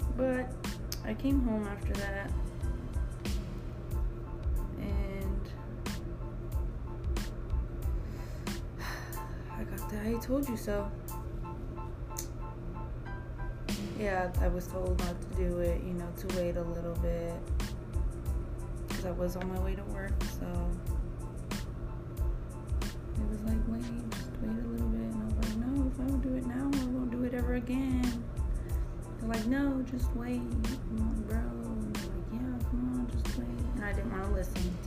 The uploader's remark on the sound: I apologize for the background noise I do not have my laptop or mic